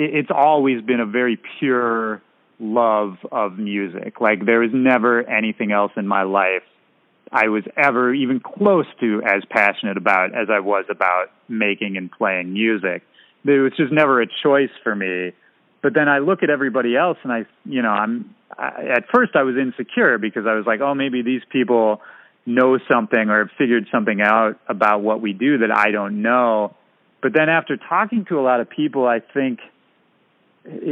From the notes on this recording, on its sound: Checking in via phone from San Diego.